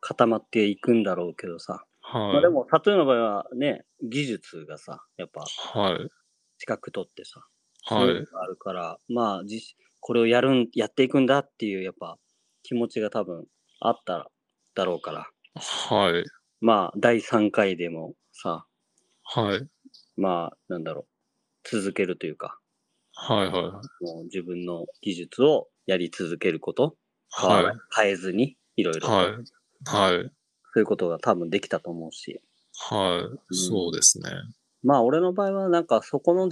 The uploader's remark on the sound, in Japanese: 2度目の収録失敗からの初のリモート収録。